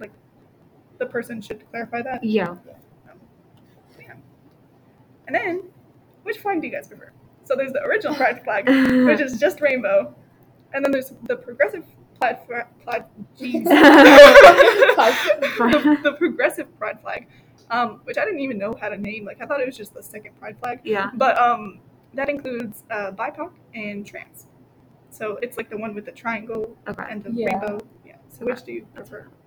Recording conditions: background noise